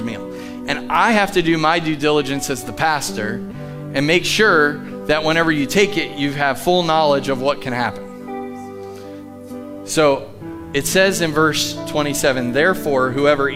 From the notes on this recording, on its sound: Live from The Summit Church in Dover, OH.